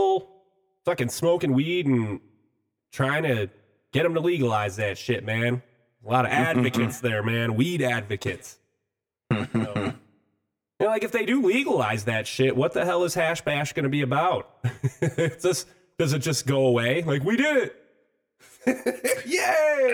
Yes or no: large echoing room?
no